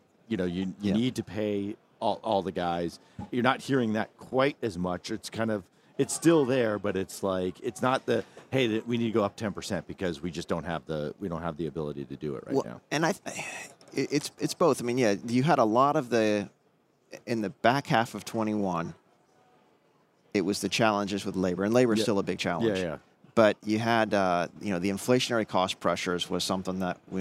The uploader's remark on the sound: On the Road at NAPE 2022